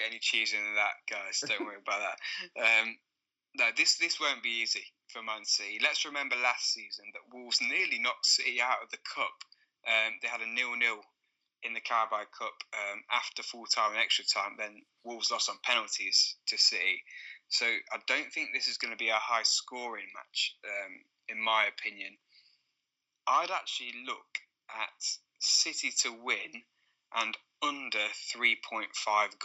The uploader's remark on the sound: Apologies for the late release and lower sound quality on this week's show. We both had to record this whilst on holiday.